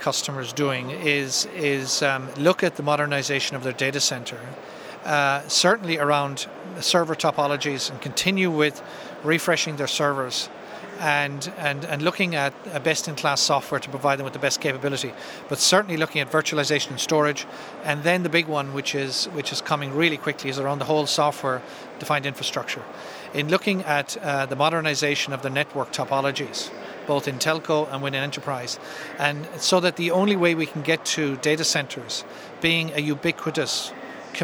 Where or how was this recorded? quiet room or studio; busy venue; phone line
busy venue